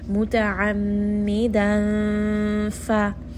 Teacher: So I'm just going to hide that tanween inside of the makhraj of the letter fa. And this is going to require for me to place my tongue or my mouth in the position of the fa, in the makhraj of the letter fa. · Term: ikhfa